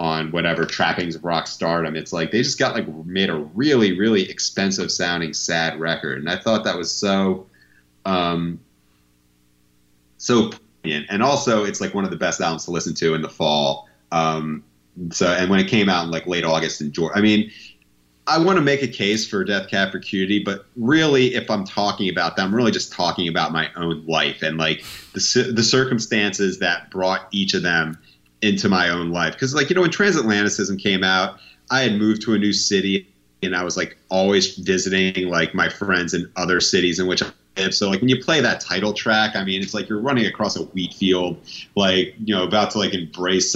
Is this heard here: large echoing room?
no